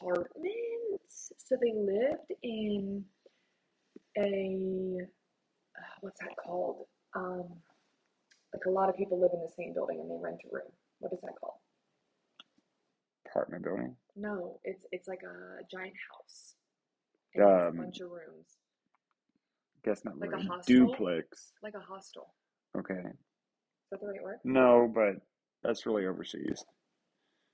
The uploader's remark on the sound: We are just in an all-out-brawl with our audio tech. The good news is, by the end of this episode, we got it all worked out.